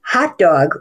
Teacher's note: with the big primary stress on the first syllable and the tertiary stress on the second syllable, that's a compound word.